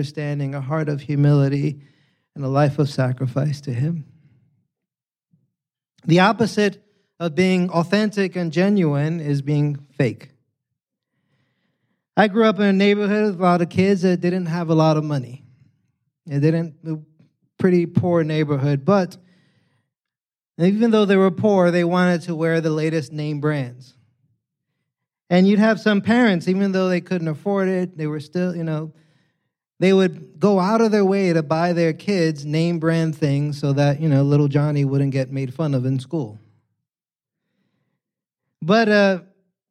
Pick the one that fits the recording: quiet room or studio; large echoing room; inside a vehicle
large echoing room